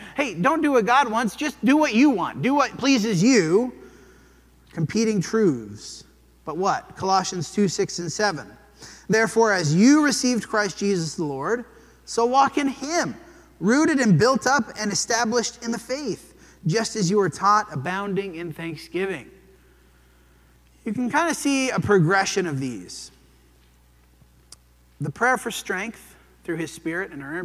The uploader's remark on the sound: This sermon was preached at the Dewey Church of Christ.